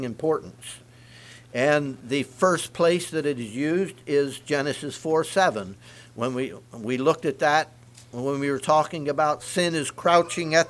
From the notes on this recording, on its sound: Message preached at Word Of Hope